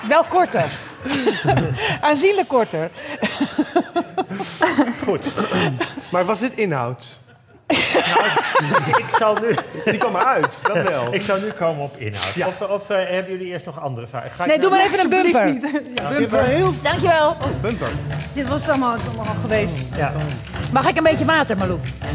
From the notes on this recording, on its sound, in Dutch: Live vanuit De Kleine Komedie. Live op het toneel van De Kleine Komedie.